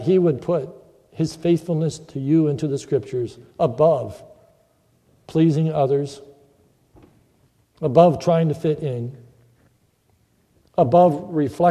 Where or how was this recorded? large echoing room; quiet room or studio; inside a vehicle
large echoing room